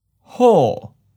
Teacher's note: Second tone, high falling.